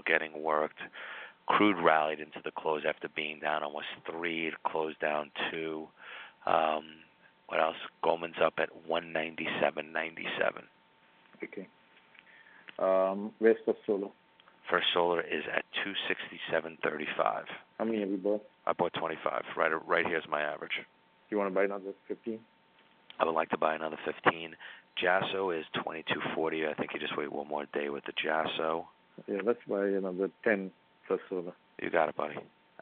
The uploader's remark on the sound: The audio of a phone call